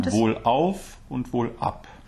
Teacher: Wohl, and then the break before the vowels